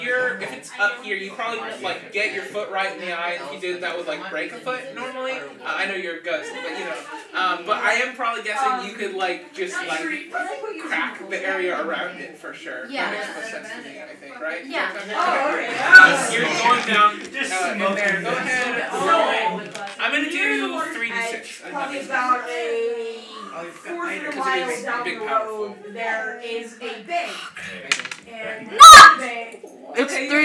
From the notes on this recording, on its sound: BECAUSE THE AUDIO SOUNDS HORRIBLEEEEEEEEEEEEEEEE.